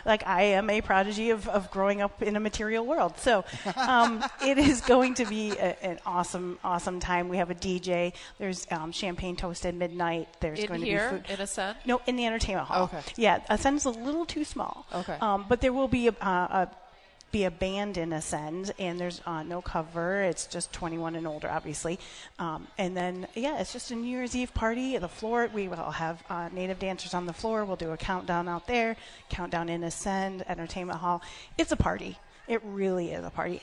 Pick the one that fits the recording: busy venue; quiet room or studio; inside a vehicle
busy venue